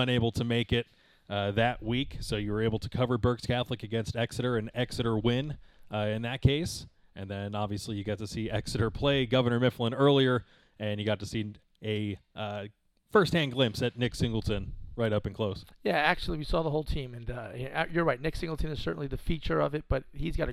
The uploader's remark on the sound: The radio station shows up when they see a good game coming. That means we got pushed outside.